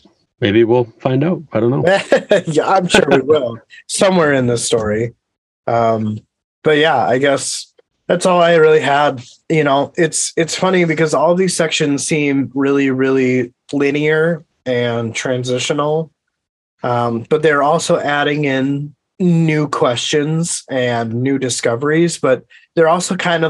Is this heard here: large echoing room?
no